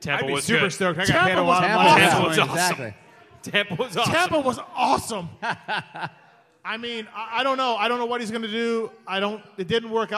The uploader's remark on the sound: This is the LIVE podcast show from the Alberta Rose Theater in Portland, OR